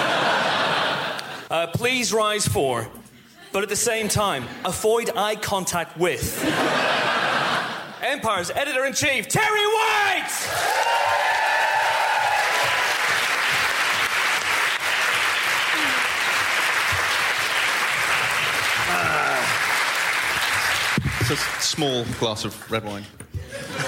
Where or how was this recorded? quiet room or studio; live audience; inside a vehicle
live audience